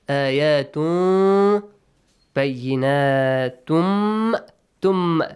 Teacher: You join tanween to meme, idgham.